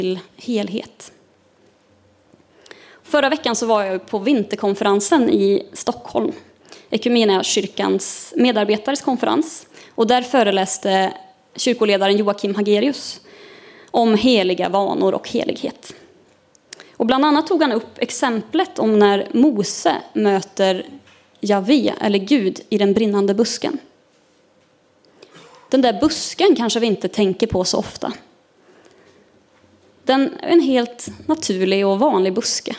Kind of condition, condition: setting, large echoing room